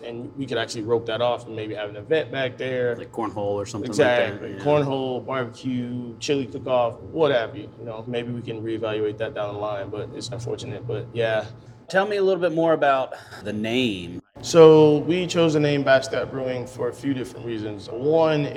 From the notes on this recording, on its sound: grabbed a spot at the bar